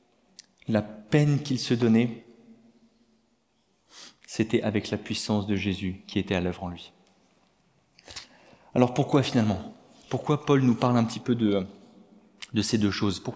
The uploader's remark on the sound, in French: Enregistré à l'église CVV, le 23/10/2022